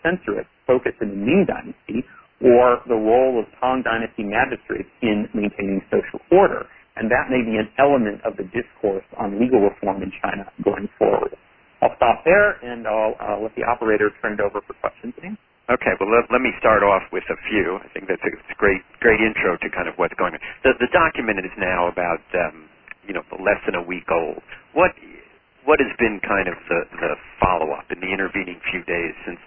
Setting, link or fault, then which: link, phone line